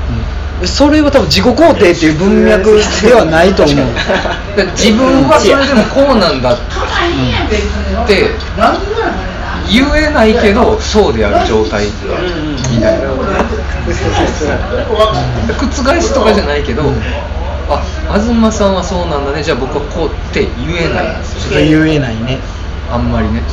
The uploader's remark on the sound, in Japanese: トークイベント後の打ち上げにて